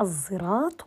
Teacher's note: خلط صوت الصاد بالزاي هذا يسمى الإشمام إشمام حرف بحرف عندي أيضا إشمام وحركة خلط